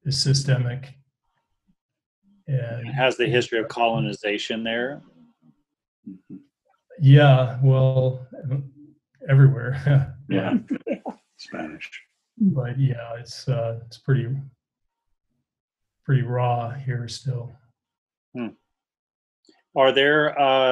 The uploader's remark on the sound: This talk was recorded over Zoom. Includes the Q&A afterwards.